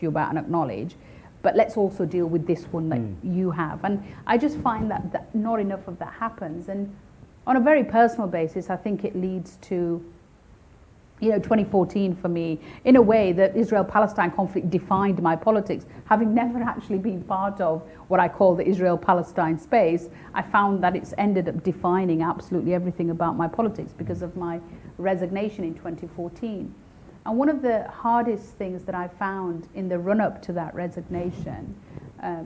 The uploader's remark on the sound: In a special podcast by the Woolf Institute, recorded live at our ‘We need to talk about Israel/Palestine’ event.